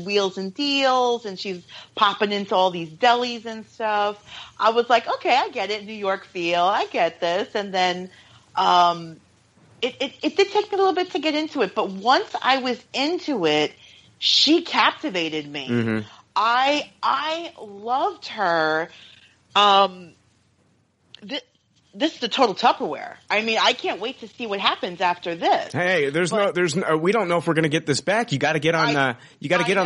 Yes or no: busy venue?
no